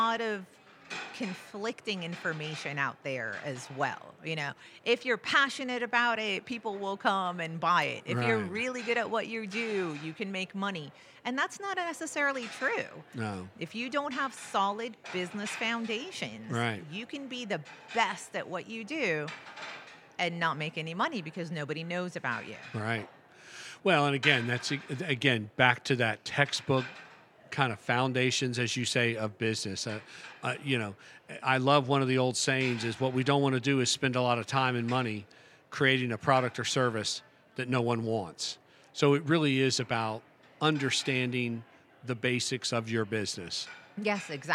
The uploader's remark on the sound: Recorded at this year’s annual JMI Small Business Leadership Conference hosted at Loews Sapphire Falls Resort. This and the following segments were recorded at this year’s annual JMI Small Business Leadership Conference hosted at Loews Sapphire Falls Resort .